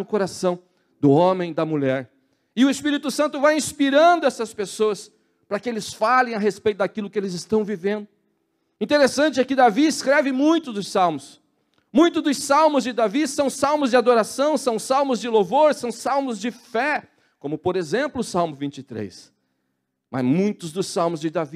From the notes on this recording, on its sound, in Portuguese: na Igreja ABA Curitiba (Transmitido ao vivo)